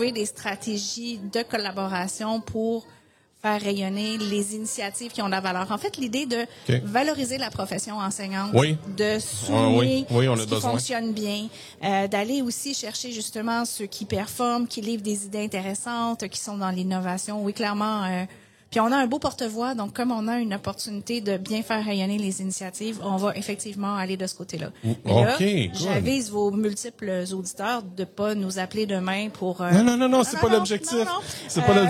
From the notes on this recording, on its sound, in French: L'entrevue a été enregistré au 41e congrès de l'AQUOPS les 4, 5 et 6 avril 2023.